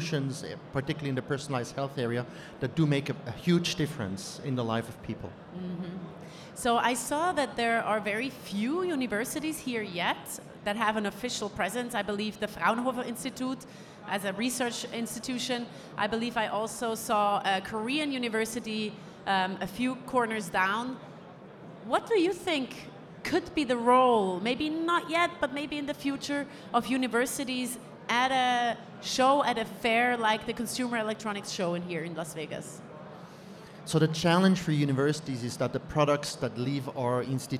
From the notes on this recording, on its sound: Recorded LIVE From CES. Recorded at CES earlier this year.